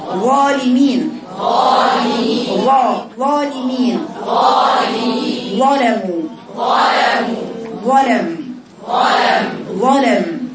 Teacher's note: مخرجه تخرج من طرف اللسان مع ما يحاذي من أطراف الثنايا العليا